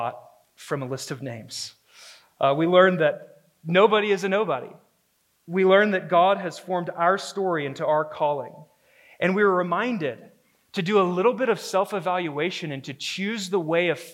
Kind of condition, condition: setting, live audience